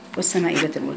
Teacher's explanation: وخلي بالك انت بتقولي والسماء، تقولي والسماء ما وسطا، الحرف الرقيق اتفقنا ان وسطا، لا برسا ولا سوادا، لا شده رقه ولا تفخيم، ما تقوليش والسماء خطا، وسطا، ميم حرف رقيق وبعده مد، يبقى اقرأي الميم الرقيقة وسطا